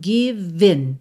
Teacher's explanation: Do V você já vai pro in